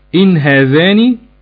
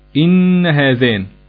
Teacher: قرأها الإمام حفص بإسكان النون · Shown in: first take · بينما قرأها الباقون بالتجديد إن هذان.